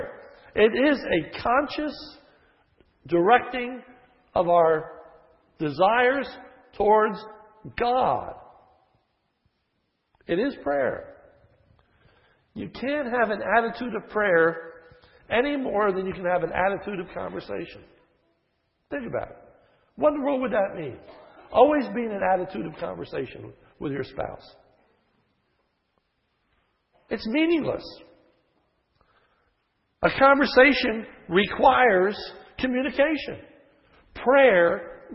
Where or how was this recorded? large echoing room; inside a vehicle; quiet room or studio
large echoing room